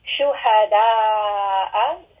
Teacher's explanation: Shuhada'a, a four-count med, we can see by that symbol of Mudud on the Alif, so we are going to pull this for four counts.